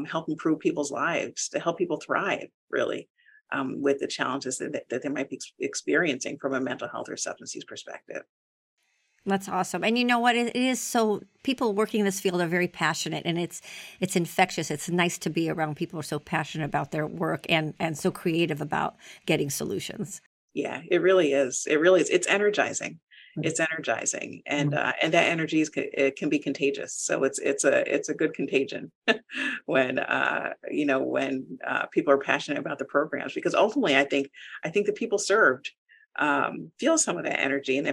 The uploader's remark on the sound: On Zoom in a conversation.